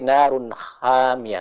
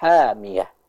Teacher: Jadi suaranya bersih, keluar sempurna dari tenggorokan bagian tengah. · Shown in: second take